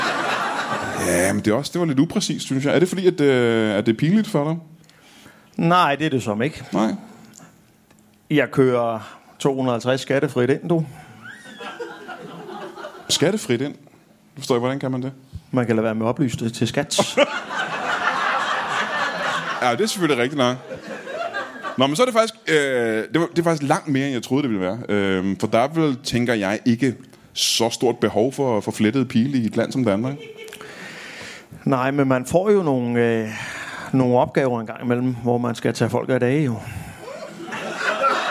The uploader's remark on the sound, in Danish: LIVE fra Næstved